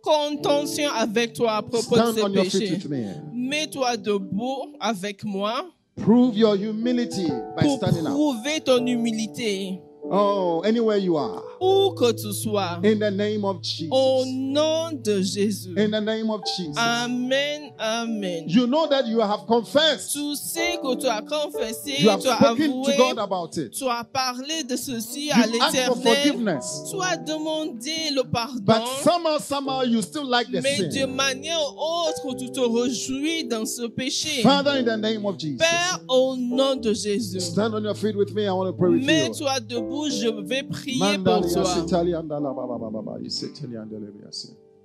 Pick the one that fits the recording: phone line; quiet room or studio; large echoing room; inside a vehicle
large echoing room